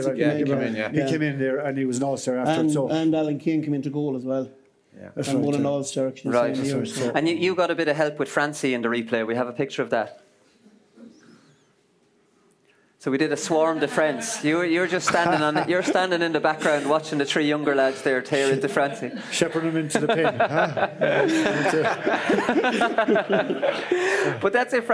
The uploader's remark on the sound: The GAA Hour live from Roscommon.